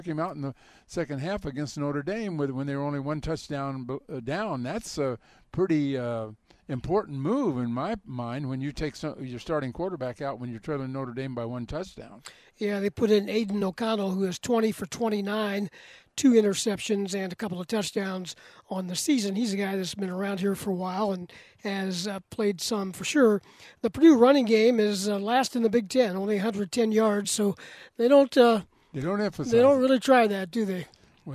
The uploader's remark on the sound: broadcast live from Ross-Ade Stadium at Purdue University